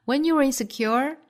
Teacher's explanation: you are 的缩约 your 和后面的 insecure 连读就是 you're insecure 同样有一个小的 r 的连读